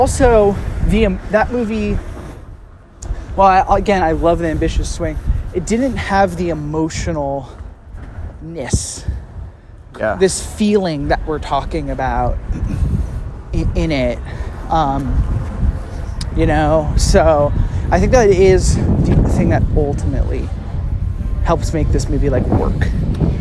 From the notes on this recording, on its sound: Audio quality sinks to an all new low as it was a busy and and windy day in the streets of Greenpoint and we recorded on our iPhones and I barely slapped a noise gate on this sucker.